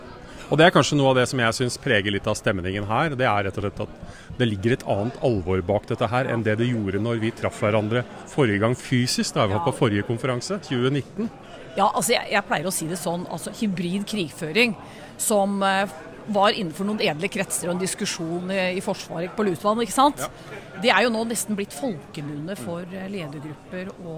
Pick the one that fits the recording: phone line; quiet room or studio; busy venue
busy venue